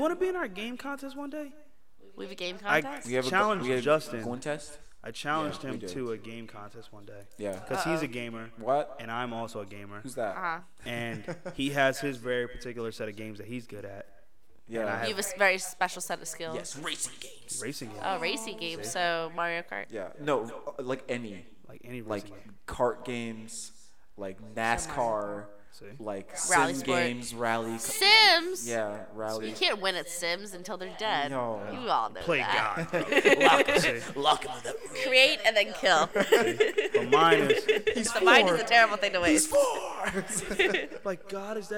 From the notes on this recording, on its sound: Sorry about the echo in advance